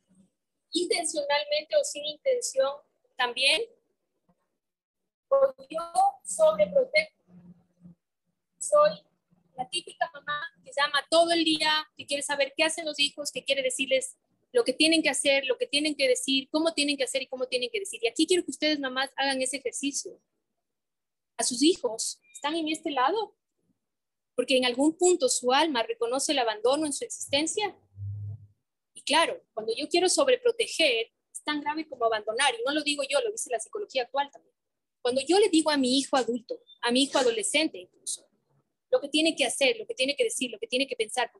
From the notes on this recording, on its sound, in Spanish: Fue grabado en vivo, ten paciencia, se corta un poquito